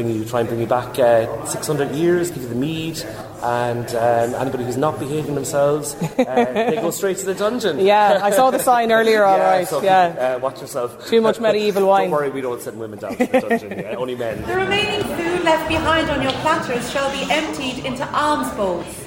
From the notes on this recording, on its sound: Lunchtime Live is LIVE from Co Clare as part of Newstalk's Summer Tour.